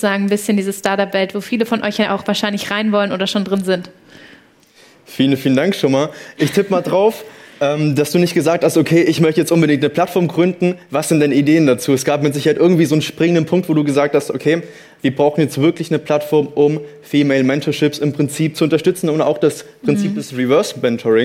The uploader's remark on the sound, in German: Der Podcast ist als Community Live Podcast im Rahmen des 4. Young Founders Network Events in Berlin entstanden.